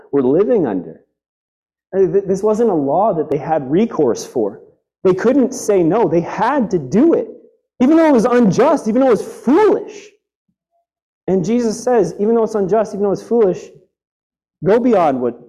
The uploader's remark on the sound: We apologize for the audio issues during this sermon